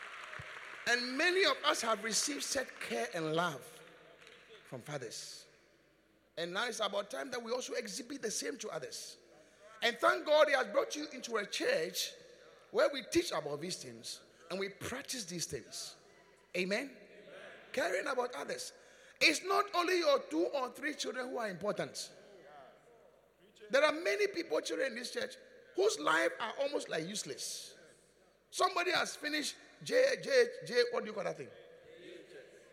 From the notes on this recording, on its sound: Preached at the Qodesh. Encounter Service.